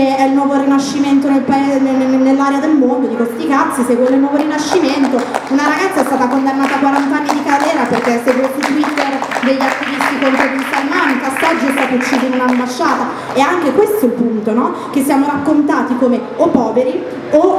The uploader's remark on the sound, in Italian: Si tratta di un festival tenutosi a Milano. Abbiamo avuto la bella opportunità di gestire un episodio dal vivo.